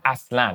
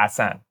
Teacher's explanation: And we will even shorten it sometimes to accent, you know, like we'll even perhaps eliminate the L when it's spoken in some cases · Shown in: second take